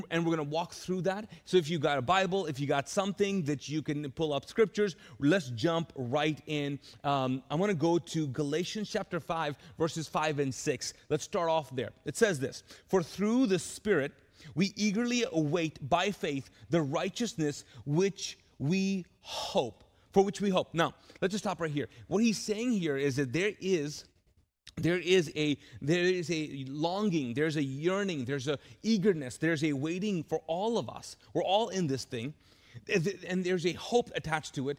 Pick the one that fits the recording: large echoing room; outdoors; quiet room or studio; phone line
large echoing room